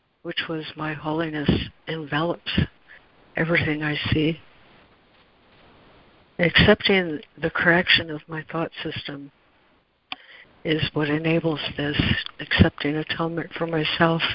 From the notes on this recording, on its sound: ACIM Daily Conference Call